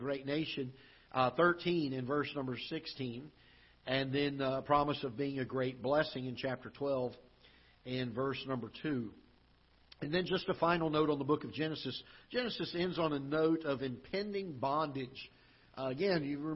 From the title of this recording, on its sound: Ketha Heights Baptist Church ~ Live Broadcast